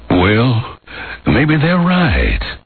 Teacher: Kind of a southern right and a lot higher.